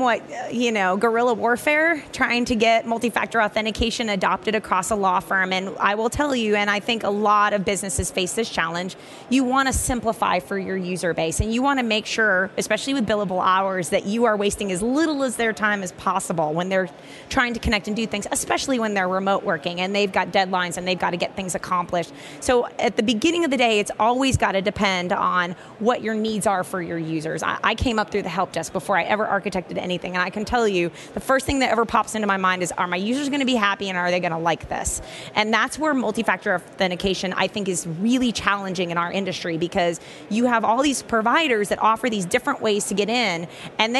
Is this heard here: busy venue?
yes